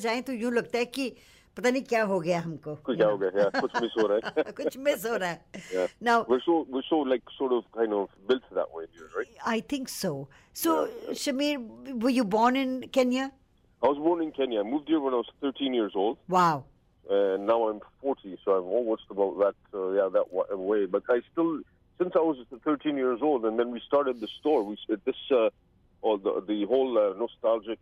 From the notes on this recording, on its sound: over the phone!